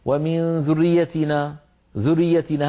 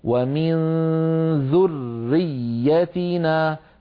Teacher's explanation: يعني الحرف مضاعف، لابد أن ننطق راءين وياءين · Shown in: second take · لا يصح أن يقول القائل ومن ذريتنا ذريتنا هكذا يخطفها ويختلس الحرف الأول المدغم، لابد من بيانه هكذا ومن ذريتنا، فيكون النطق براءين وياءين، إلا أن كل من الراء والياء مشددة بمعنى يرتفع المخرج عن الحرفين ارتفاعة واحدة.